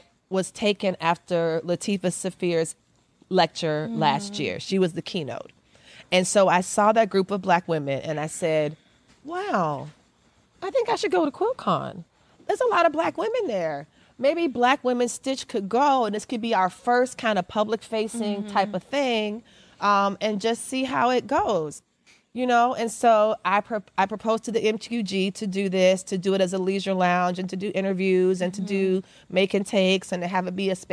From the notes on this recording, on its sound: Live at the Modern Quilt Guild's 10th anniversary QuiltCon event in Atlanta.